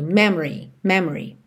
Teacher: E a sílaba tônica é a primeira, me. Então, depois já vai tudo diminuindo.